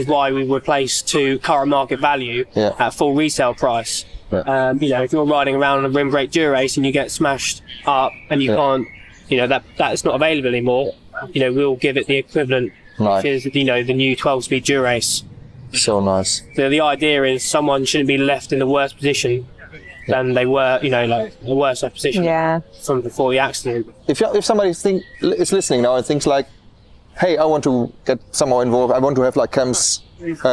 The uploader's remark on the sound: Surrounded by sheep at the Chiltern Velo Cycling Cafe. Recorded at the renowned Chiltern Velo cycling cafe. Recorded amidst a lively barbecue at Chiltern Velo, following an epic road ride in the picturesque Chiltern Hills with riders from the Amersham Cycling Club.